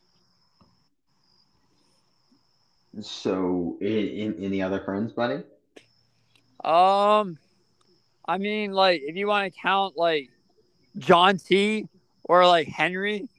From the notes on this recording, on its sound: he was recording outside